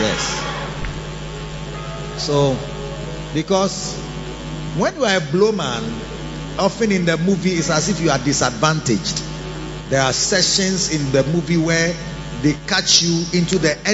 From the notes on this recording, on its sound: Preached at the He Gave Gifts Unto Men Convention (Day 2 Session 1) - The Makarios Cathedral, HQ